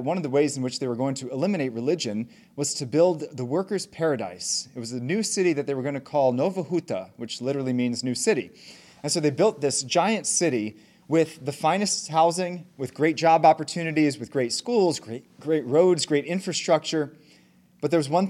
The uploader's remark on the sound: Talk given at the Catholic Homeschool Conference on June 9, 2023.